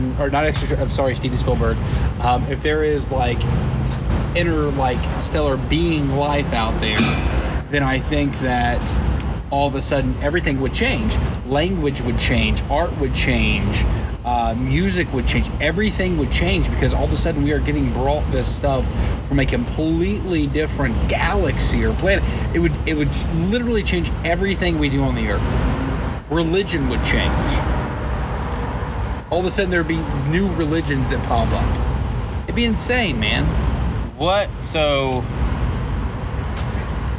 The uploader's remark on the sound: The fellas are all together in one place! We are on location at Second Line in Memphis.